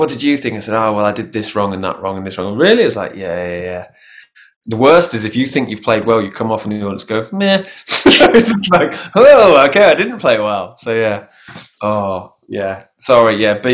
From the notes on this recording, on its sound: I sat down over Zoom